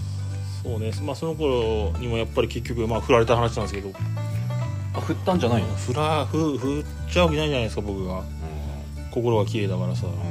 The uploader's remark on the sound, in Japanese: 雨の中の収録となった今回